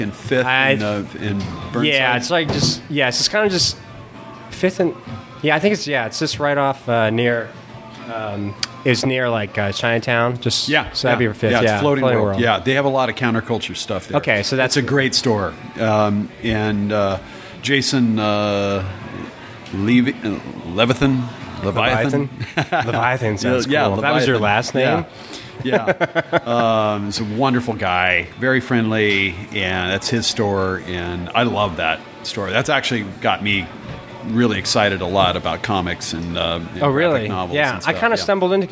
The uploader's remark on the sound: RECORDING LOCALE Maher’s Irish Pub 352 B Ave. Lake Oswego, OR 97034.